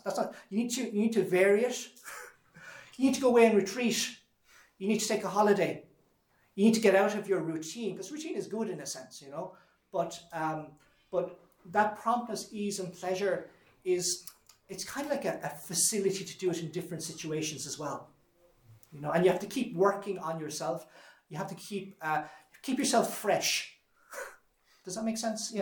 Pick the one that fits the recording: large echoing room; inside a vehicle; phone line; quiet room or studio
large echoing room